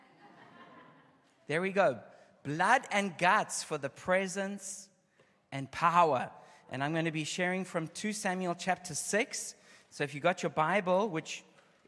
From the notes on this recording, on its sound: Opening session of the 2023 Every Nation Campus Conference hosted by Every Nation Berlin